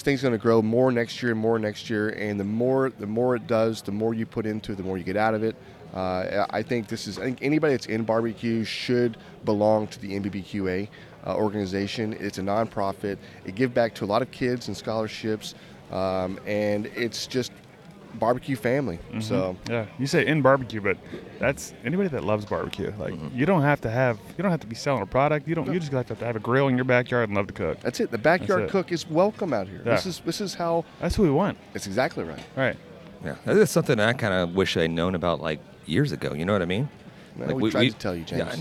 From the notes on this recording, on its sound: In this episode we are on location for day 3 at the 2024 NBBQA conference in San Antonio!